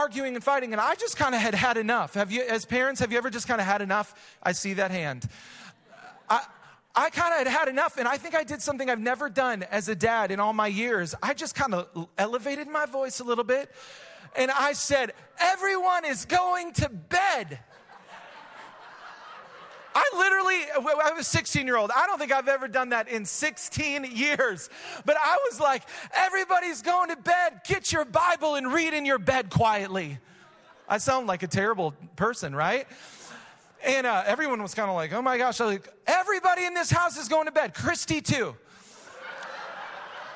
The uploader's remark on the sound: Recorded live at Hope Church in Springfield, Mo.